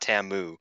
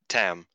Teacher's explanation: the U is supposed to be residual, almost. · Shown in: second take